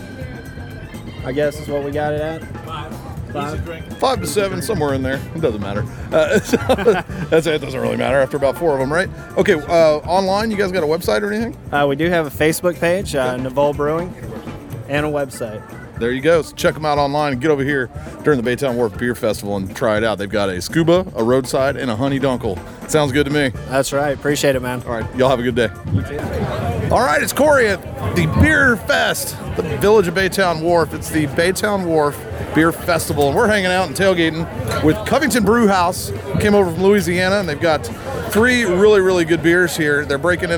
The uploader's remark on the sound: We made the rounds at the 2015 Baytowne Wharf Beer Festival